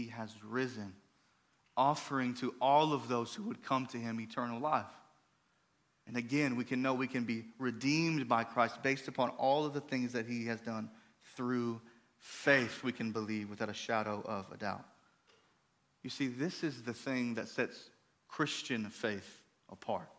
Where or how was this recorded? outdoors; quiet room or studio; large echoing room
large echoing room